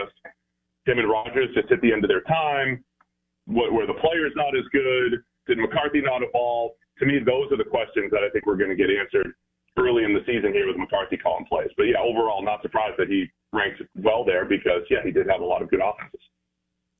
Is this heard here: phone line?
yes